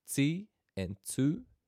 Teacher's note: And there's 2 T sounds in Māori, depending on which vowel follows that consonant. So we have ti and tu, a sharp, almost S sound coming through there